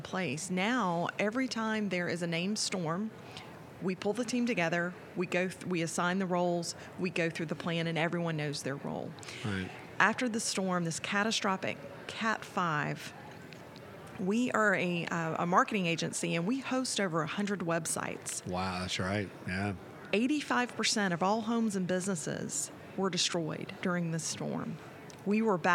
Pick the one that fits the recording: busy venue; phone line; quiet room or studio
busy venue